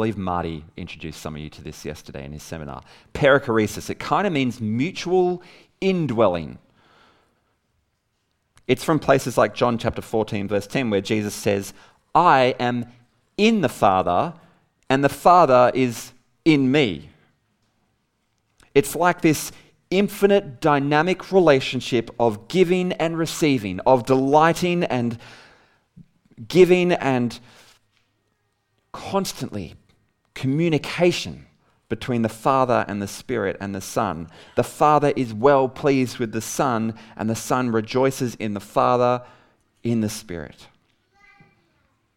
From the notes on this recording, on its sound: Recorded at ETC 2022